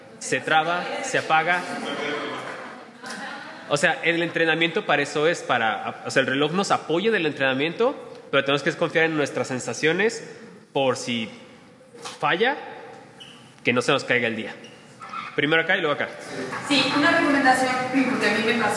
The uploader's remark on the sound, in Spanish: En esta plática grabada en vivo.